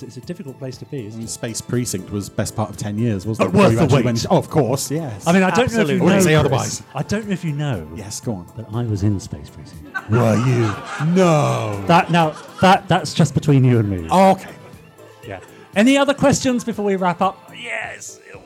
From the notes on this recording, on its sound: Live in Leicester. Onstage for a live performance.